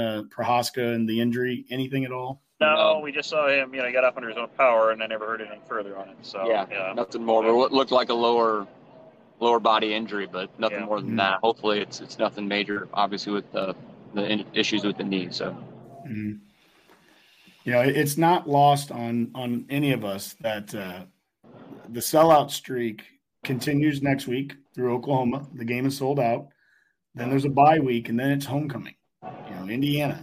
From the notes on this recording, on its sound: Live from Memorial Stadium after the game.